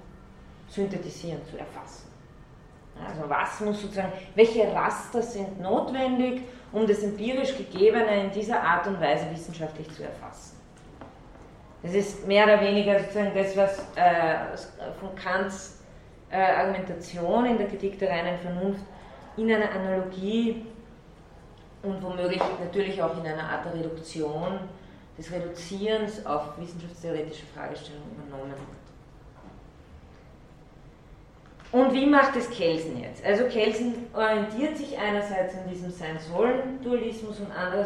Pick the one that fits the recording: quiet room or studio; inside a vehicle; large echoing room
large echoing room